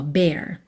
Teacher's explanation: Pensa numa vogal só, bear. Tá? Um E com acento agudo.